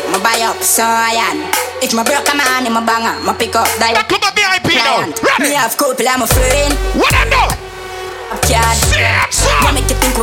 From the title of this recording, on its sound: Doubletap Sundays 2/21/21 (LIVE AUDIO)